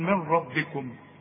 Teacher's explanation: نون ساكنه بعدها ر اسقطها من النطق · Term: ادغام كامل